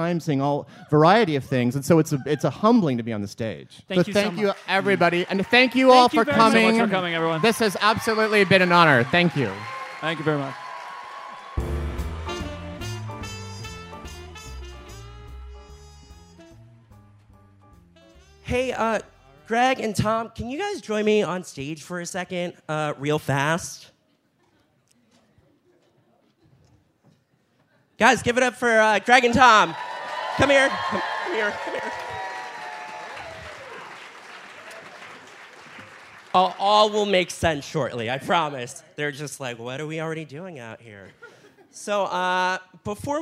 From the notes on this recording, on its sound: Live in Brooklyn! Podcast event in front of a live audience as a part of the 2017 NYC Podfest festival. At the Bell House, in Gowanus, Brooklyn.